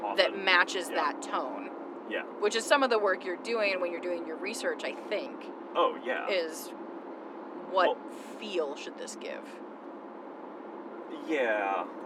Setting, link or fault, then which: setting, inside a vehicle